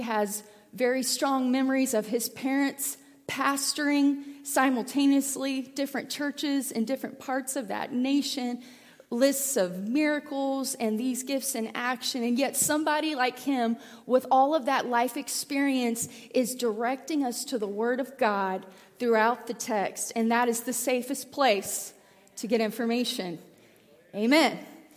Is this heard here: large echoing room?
yes